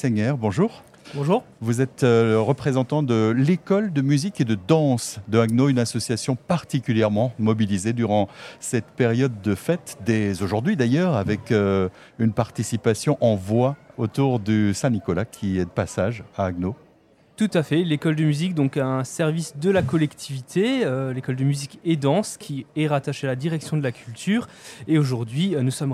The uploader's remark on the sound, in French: en direct du marché de Noël à Haguenau